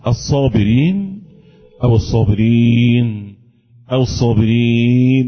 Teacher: إما بالقصر حركتين أو التوسط كما يقولون أربع حركات · Term: مد عارض